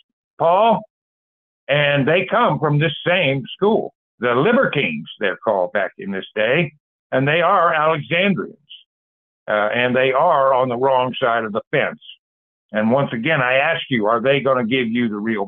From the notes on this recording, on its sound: Call In Bible Study